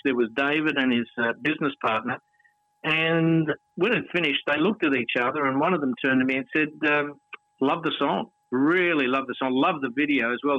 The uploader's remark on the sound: Phone Interview